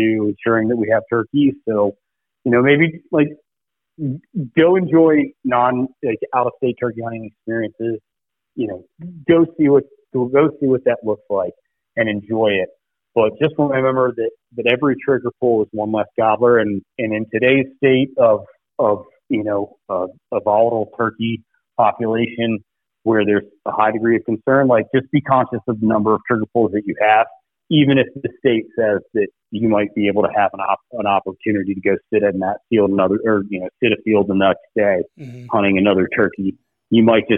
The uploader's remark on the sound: hops on the phone